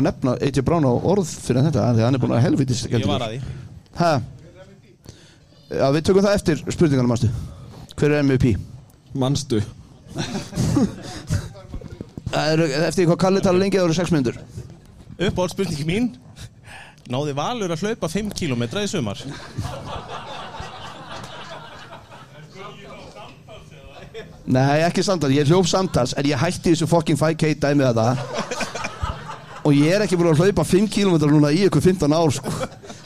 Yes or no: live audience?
yes